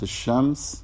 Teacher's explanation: الشمس لا تظهر فيها اللام، تدغم اللام، فسميت هذه بالحروف الشمسية.